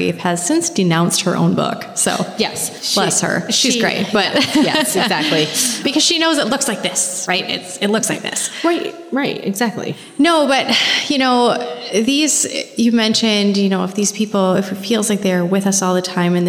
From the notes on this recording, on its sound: This is a very exciting episode as it is our very first live episode recorded at our annual gala!